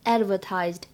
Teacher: advertised 这个单词开头呢会有不完全失去爆破的现象，你会觉得这个发的音呢非常地轻，只做了口型，很快地过渡到后面的摩擦音上面了 · IPA: ['ædvətaɪzd]